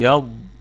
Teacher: طيب يبقى في الوصل هتبقى ادغام بغنة، وهي في الدرجة الثانية من درجات الغنة. اي يض الضاد هنا في الدرجة الثانية من درجات التفخيم